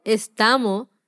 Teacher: Él dice estamos sin la S, ¿verdad? Genial.